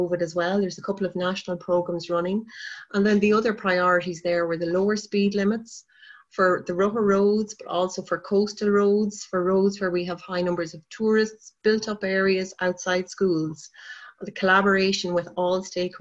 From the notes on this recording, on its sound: The recording of the national launch conference for Cyclist.ie's 'A Vision for Cycling in Rural Ireland' which took place on zoom.